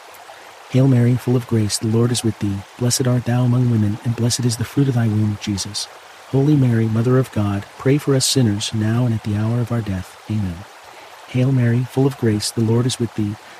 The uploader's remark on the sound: babbling brook, water stream, creek sounds - the gentle sounds of moving waters are here to bring you a natural sense of calm